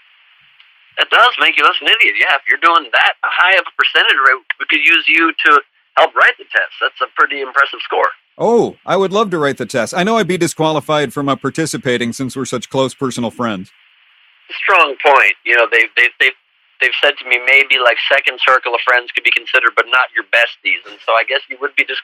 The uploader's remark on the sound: Called in for our end of the year program to share some personal highlights of the past year.